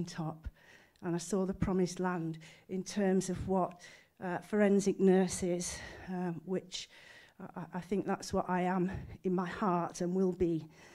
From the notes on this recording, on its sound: The 2023 Skellern Lecture and Lifetime Achievement Award evening was held at Cardiff University. MhTV was invited to act as a repository for the event.